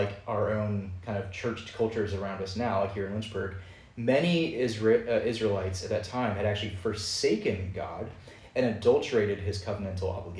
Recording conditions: large echoing room